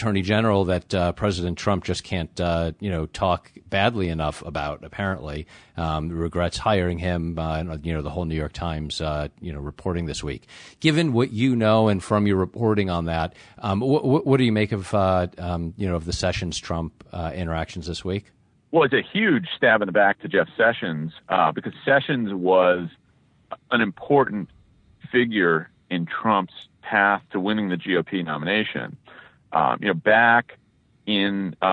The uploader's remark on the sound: He was on a cell phone in a Washington D.C. Area garage, so the audio is mostly good.